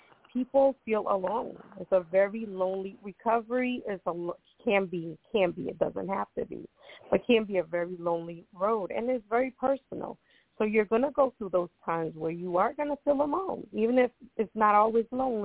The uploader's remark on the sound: Those who call in will form a panel